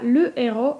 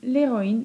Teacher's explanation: w rodzaju męskim le héros mamy h aspiré, a w rodzaju żeńskim l'héroïne mamy h muet